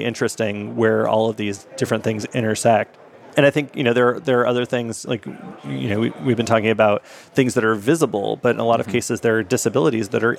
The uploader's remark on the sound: LIVE at Microsoft Ignite. This episode of JavaScript Jabber comes to you live from Microsoft Ignite.